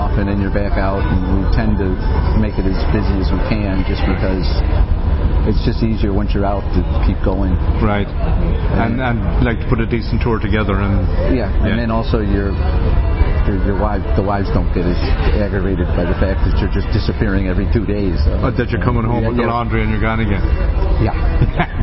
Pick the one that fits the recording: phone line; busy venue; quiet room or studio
busy venue